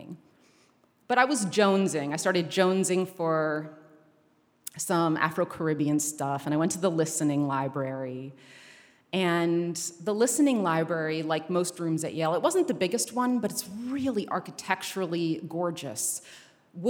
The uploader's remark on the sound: A special episode live from the United Palace in Washington Heights, New York.